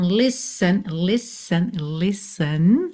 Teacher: a escrita é L-I-S-T-E-N, mas a gente ignora completamente esse T, tá? Se fala listen, como se fossem dois S's.